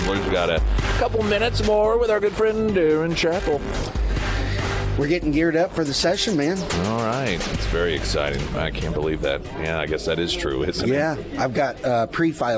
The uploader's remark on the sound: live at Scramblers Diner for the Friday Roadshow.